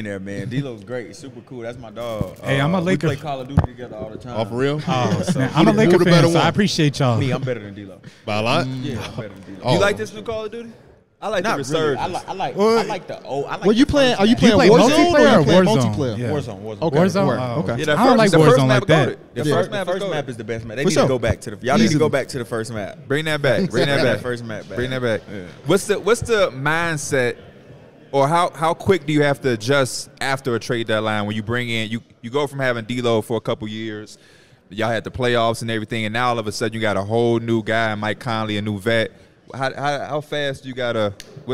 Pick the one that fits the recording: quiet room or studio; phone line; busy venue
busy venue